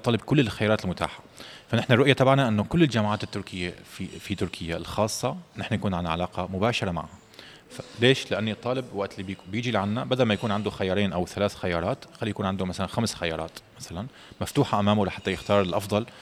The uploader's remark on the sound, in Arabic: نزور المعرض الخامس للجامعات التركية الخاصة الذي يُقام في اسطنبول، حيث يتواجد مندوبون من تلك الجامعات لتقديم عروض مخفضة للطلاب الأجانب الراغبين بالتسجيل في جامعاتها.